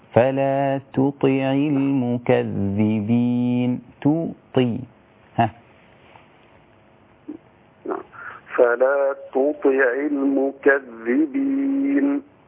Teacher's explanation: للتفخيم، والطاء بعدها حرف مفخم تمام، وهو مكسور، فأنا عايز أخلي التاء مضمومة رقيقة والطاء مكسورة في أدنى مراتب التفخيم بس تحافظ على تفخيمها · Term: فرق بين التاء والطاء